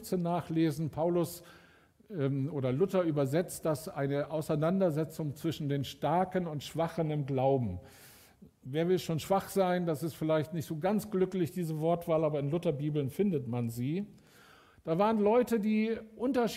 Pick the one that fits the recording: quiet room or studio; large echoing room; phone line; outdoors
large echoing room